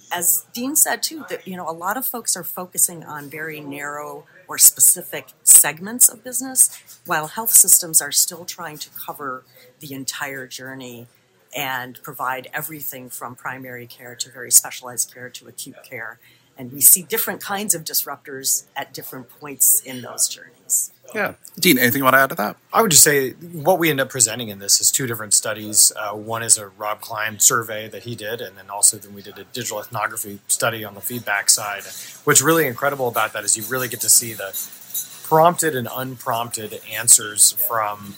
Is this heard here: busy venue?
yes